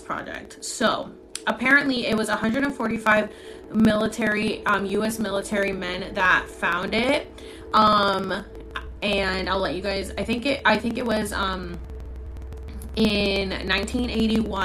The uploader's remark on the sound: This is from a TikTok Live so I apologize for some of the mumbling while I read your comments. Sorry for the feedback on the sound!